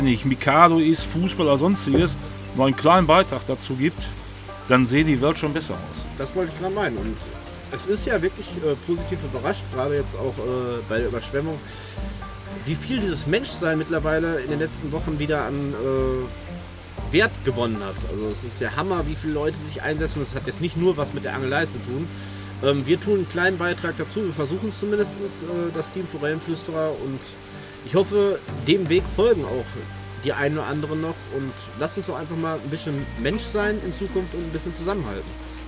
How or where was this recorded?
outdoors